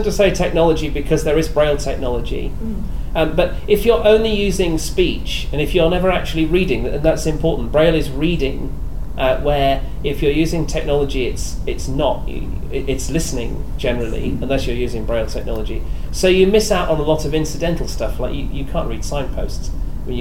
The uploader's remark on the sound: The content that we recorded at the recent Sight Village South East exhibition. This episode features the last of the content that we recorded at the recent Sight Village South East exhibition. A seminar from the Braillists Foundation.